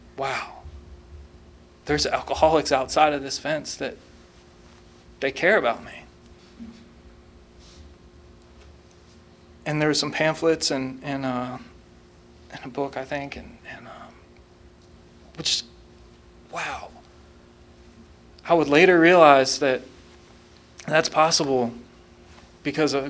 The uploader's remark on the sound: tell his story at the 34th Freedom From Bondage Conference in Aberdeen NC in 2023